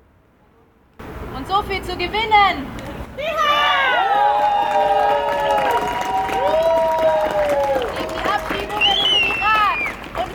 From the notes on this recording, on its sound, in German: Ausschnitte aus Kundgebung gegen Abschiebungen am Tag der Menschenrechte (10. 12. 2023) in Wien. Eine Aufnahme aller Reden gibt es diesmal nicht, einserseits weil ich zu spät gekommen bin.